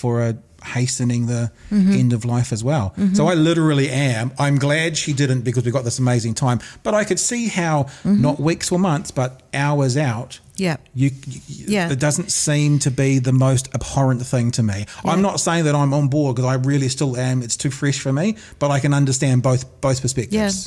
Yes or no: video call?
no